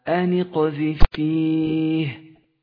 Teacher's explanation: قوت صفة القلقلة حرف القاف وجعلته واضحا